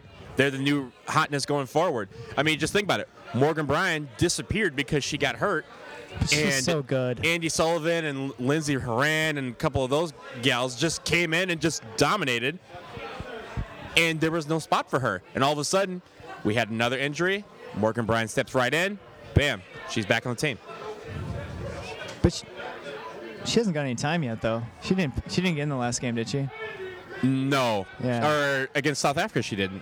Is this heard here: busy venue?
yes